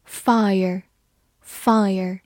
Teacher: 末尾有一个卷舌音 · IPA: [ˈfaɪə(r)]